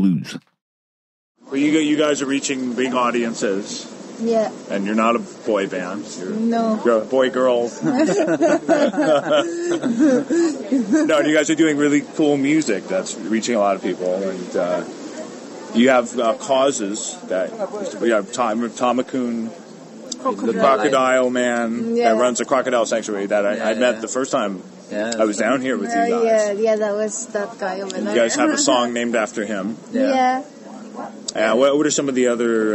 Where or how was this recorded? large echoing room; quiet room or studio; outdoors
outdoors